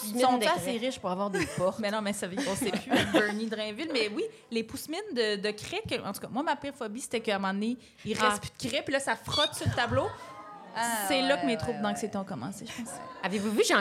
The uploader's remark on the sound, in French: enregistré à l'Idéal mercredi le 4 octobre 2023